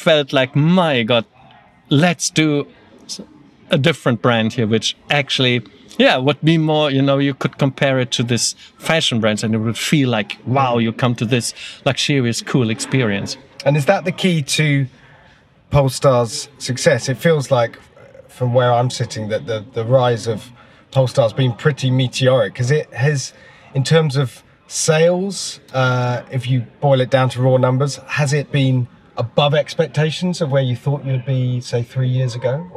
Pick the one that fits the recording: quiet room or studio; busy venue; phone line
busy venue